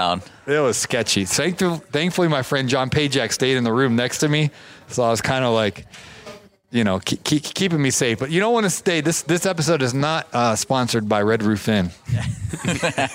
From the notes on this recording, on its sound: In this special episode recorded at the Toro Content Creator event in Minneapolis.